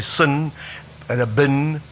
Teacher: the tendency to say certain vowels lower, like we say sin and a bin, we say them lower